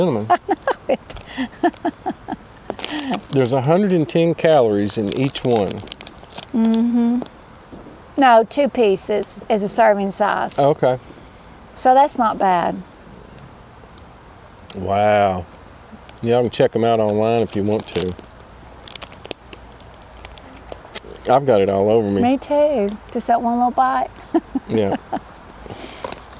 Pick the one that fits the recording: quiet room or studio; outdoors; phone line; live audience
outdoors